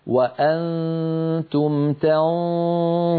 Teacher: النون مخفى بعدها ظاء، إذا كان بعدها حرف مفخم فإن الصوت يتفخم